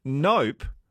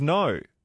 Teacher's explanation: It's more emphatic when you close your lips. · Shown in: first take · It's interesting how that kind of P ending actually gets tacked on the end of actually other words as well when you're being emphatic.